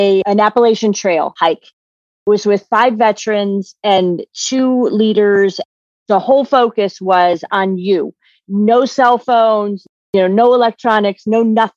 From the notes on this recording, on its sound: interview (via Zoom)